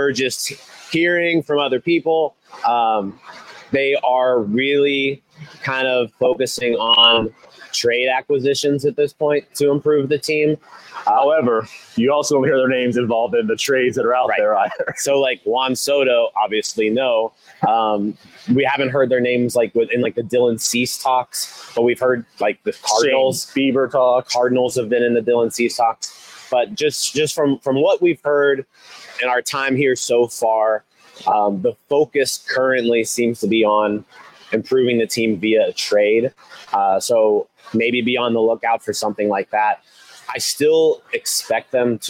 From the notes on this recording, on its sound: Live from Nashville during the 2023 MLB Winter Meetings!